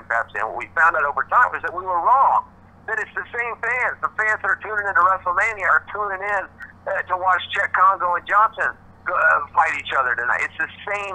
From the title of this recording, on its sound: Introductory Conference Call